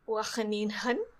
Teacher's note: So how do you pronounce it? Well, just the Dutch pronunciation of the G is a H sound